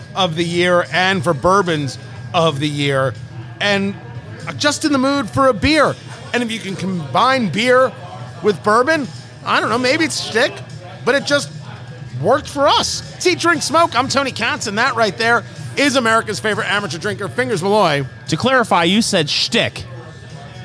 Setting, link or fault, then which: setting, busy venue